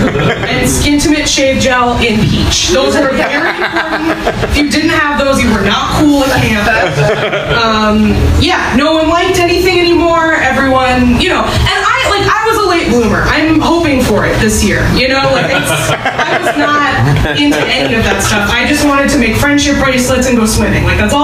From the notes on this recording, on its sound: Live from Genuine Joe's